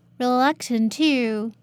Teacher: Okay, because the ending of reluctant is t sound and the beginning of to is also t sound, so we have to weaken the t sound in reluctant. So the voice there is smaller.